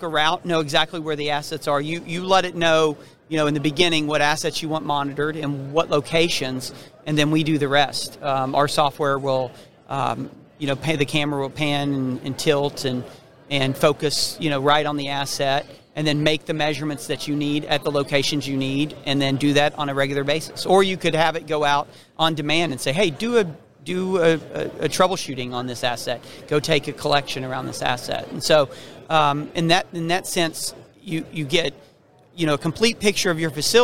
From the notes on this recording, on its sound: we're onsite at the 30th Annual SMRP conference